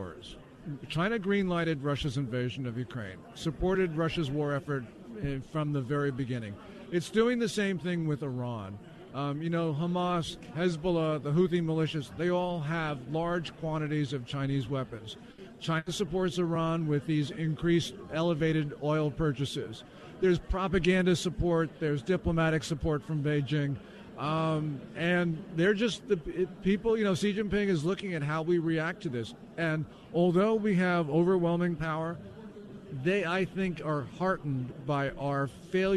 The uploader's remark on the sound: LIVE From CPAC